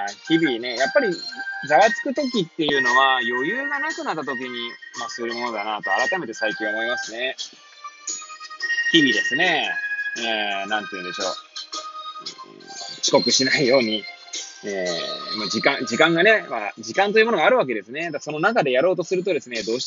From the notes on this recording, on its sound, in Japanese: Airpods を付けた状態で、車中で収録しており、雑音などが入る可能性があり、ご容赦ください。